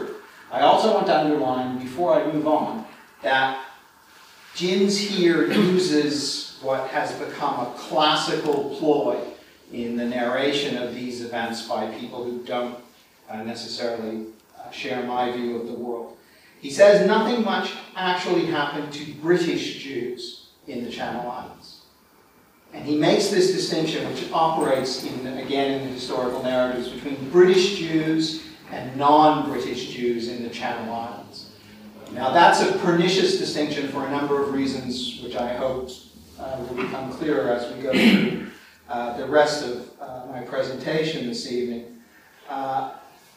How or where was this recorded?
live audience